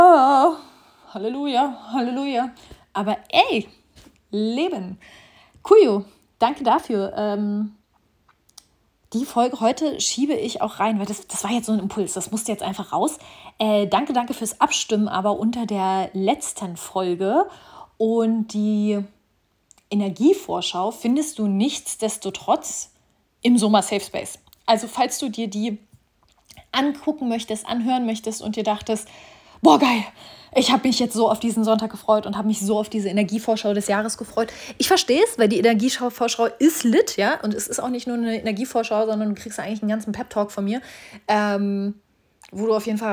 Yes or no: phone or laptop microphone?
yes